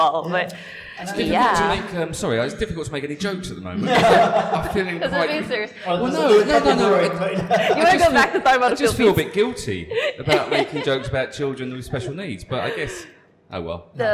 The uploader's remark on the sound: Recorded at Sync coffee in Kamala